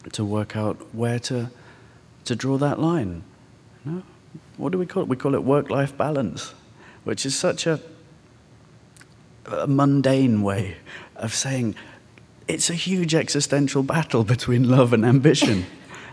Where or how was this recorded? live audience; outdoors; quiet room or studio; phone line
live audience